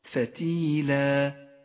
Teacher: فتيلا مد العوض، قلت لك إنه مد في حالة الوقف عوض عن فتحتي النصب في حالة الوصل. فتيلا يمد بمقدار حركتين.